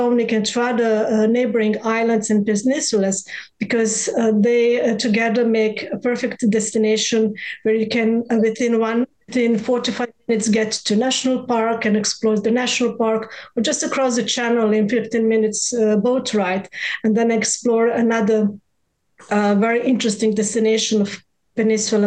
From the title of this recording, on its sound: Virtual RoadShows Panel